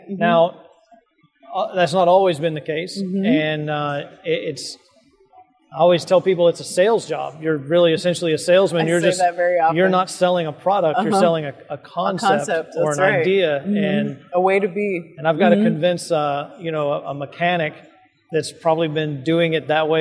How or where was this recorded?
busy venue